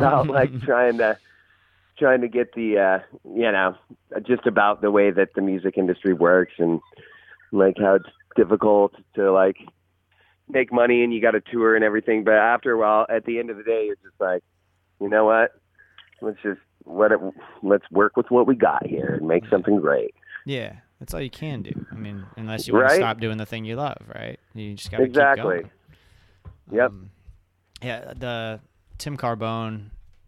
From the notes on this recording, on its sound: caught up by phone